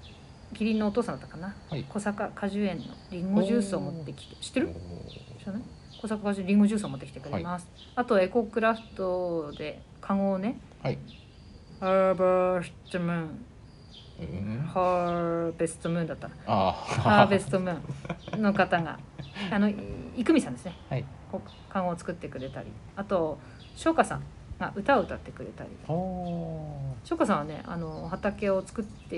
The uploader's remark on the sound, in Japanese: 畑の夜市。外で収録した関係上、最初の声が小さくてBGMに負けていたので、最初のBGMはカットしてあります。